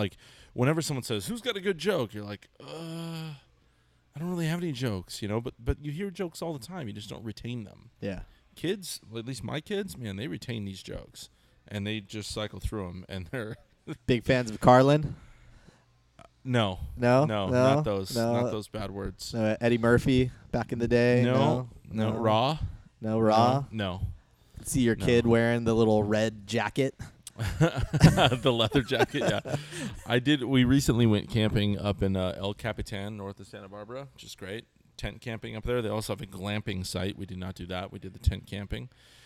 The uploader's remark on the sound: the guys reunited at Alesmith